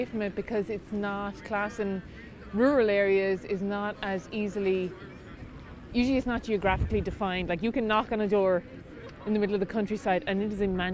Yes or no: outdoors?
yes